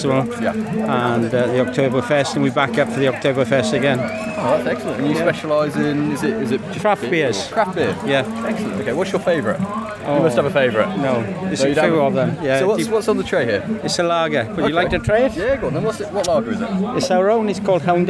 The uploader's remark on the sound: Today we are coming from the Queens Baton Relay event in Shrewsbury Quarry. This event was put together by Shropshire Council, Shrewsbury BID and Shropshire Festivals to celebrate the Birmingham Commonwealth Games.